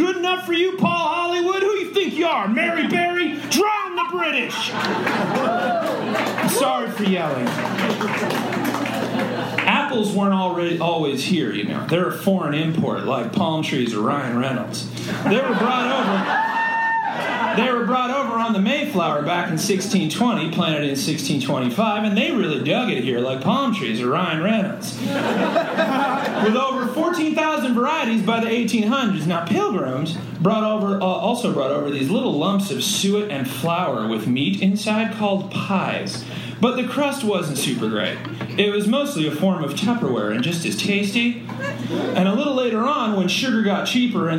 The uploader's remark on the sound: Live in front of some fresh humans who had no idea what was comin. Was recorded LIVE at Chicago’s Historic Green Mill Lounge on June 17th 2023.